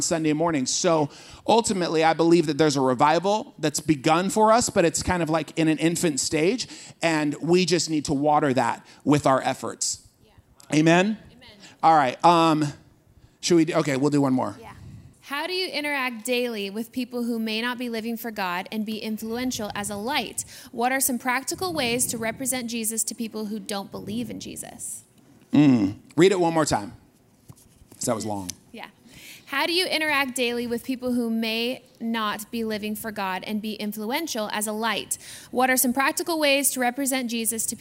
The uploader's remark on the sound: This Waves service, we took questions from the audience